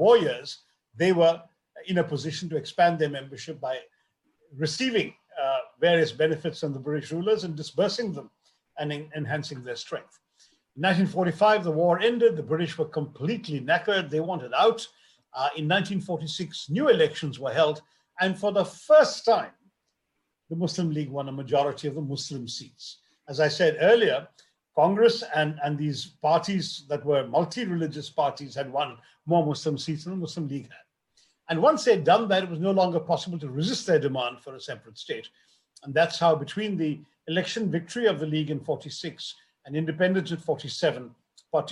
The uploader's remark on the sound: This episode is the audio version of a live online session from #JLFColorado2020.